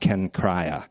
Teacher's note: it's pronounced Kenchrea, accent in the second syllable, which is the port of Corinth.